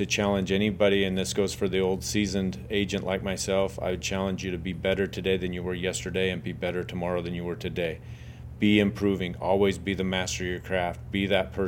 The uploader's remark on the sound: on-site at the MR conference